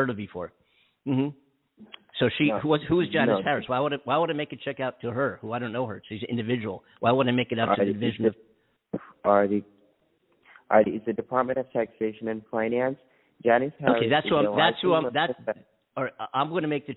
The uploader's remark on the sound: We caught it LIve! We had to do this on the fly. I received a call on my cell phone from a scam artist claiming to be from the Publishers Clearing House. I could have added more sound clips and so forth but I didn't want to make it obvious that this is a radio show.